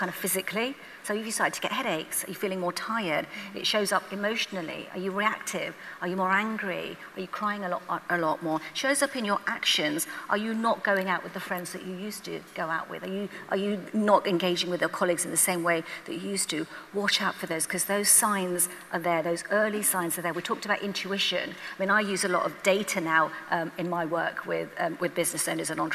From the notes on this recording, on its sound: Elite Business Live 2023 ‘On Tour’. Took to the stage at Atomicon in Newcastle for Elite Business ‘On Tour’ programme three.